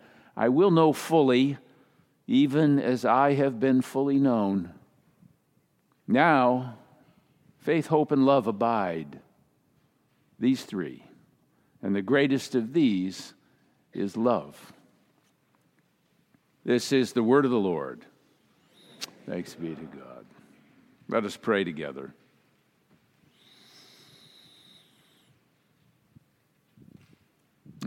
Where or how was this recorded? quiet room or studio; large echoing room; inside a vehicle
large echoing room